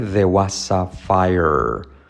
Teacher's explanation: la R no se pronuncia